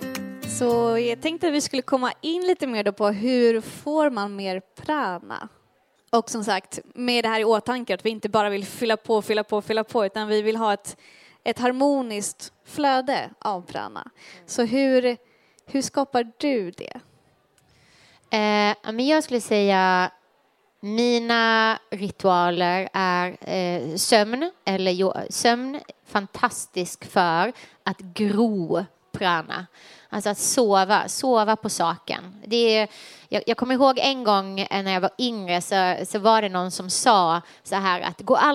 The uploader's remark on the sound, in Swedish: livepodd